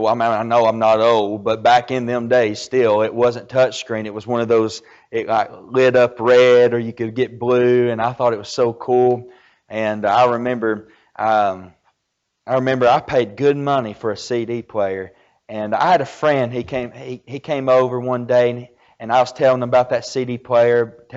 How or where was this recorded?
large echoing room